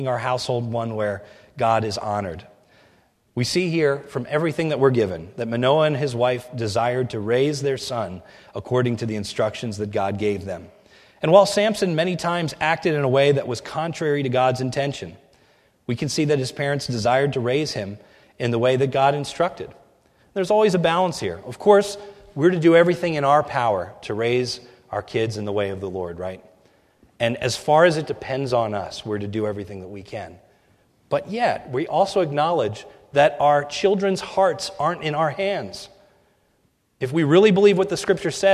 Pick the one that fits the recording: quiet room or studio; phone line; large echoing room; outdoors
large echoing room